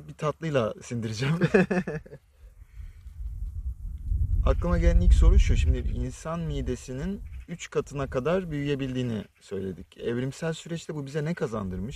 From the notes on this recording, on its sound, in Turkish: Özür dileriz: Bu bölüm açık havada sert bir rüzgar altında çekildiğinden ötürü bazı yerlerde yoğun bir arka plan sesi içermektedir.